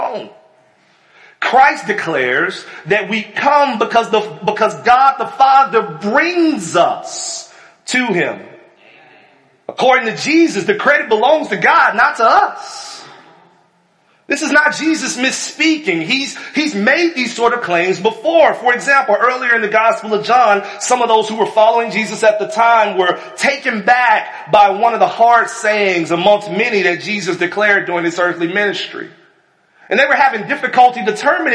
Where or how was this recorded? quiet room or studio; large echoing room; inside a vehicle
large echoing room